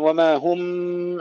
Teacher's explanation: عندنا هنا إخفاء شفوي مع الغنة